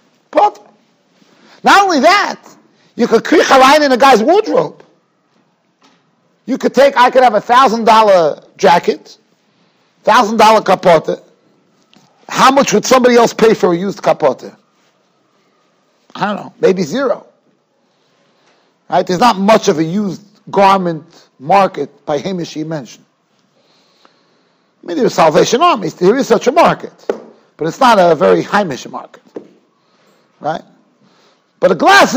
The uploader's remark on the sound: Shiur recorded in Yeshivas Ohr Reuven, Monsey, NY.